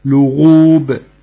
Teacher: طبعا ناخد بالنا من تفخيم الغين